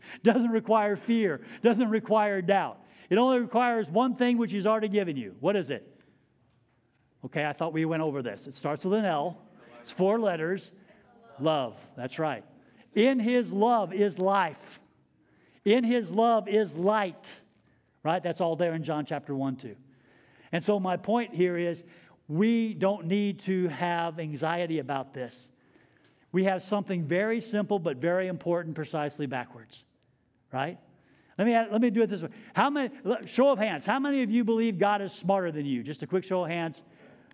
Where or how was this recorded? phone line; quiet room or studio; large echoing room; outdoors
large echoing room